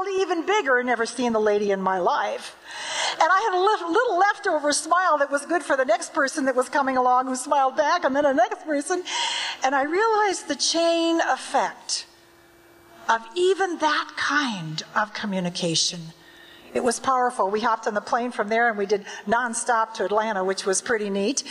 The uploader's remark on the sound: recording of a Toastmasters International Convention keynote address from Atlanta